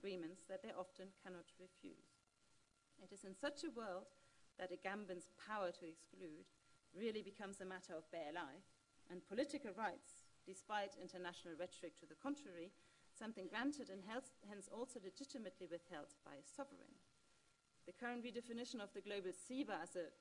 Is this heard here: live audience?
yes